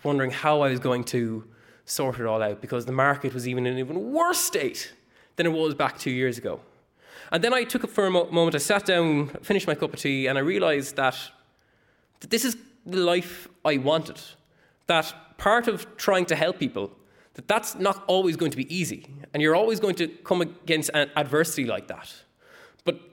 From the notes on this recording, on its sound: Recorded live at The Abbey Theatre, this is the first of a two part episode bringing you highlights of The Dublin Story Grand Slam 2018.